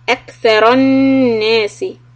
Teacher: In kaf, you let the air flow. This will be hams.